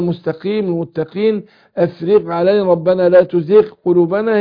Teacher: يبقى بسرعة كده هقول ايه، ان حروف التفخيم حروف الاستعلاء سبعة مجموعة في كلمة خص ضغط انقض، السبعة دول بينقسموا قسمين، حروف مستعلية مطبقة اللي هي الصاد والضاد والطاء والظاء، وحروف مستعلية منفتحة القاف والخاء والغين. القاف والخاء والغين بيتأثروا بالكسر، فلما بيكسر حرف بياخد أدنى درجات تفخيم